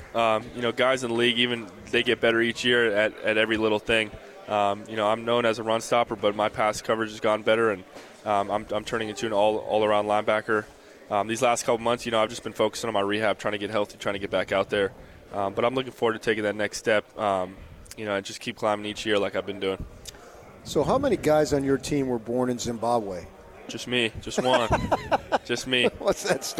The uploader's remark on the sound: LIVE from Pac-12 Media Day in Los Angeles, CA.